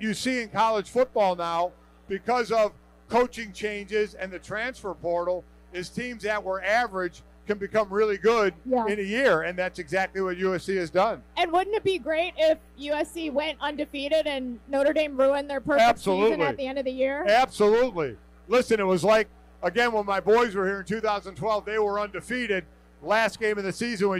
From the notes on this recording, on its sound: Livestream from O'Rourkes in South Bend. LIVE from O'Rourke's in South Bend,.